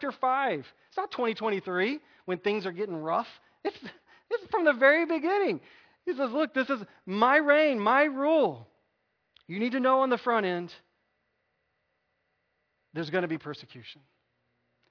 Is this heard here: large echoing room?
yes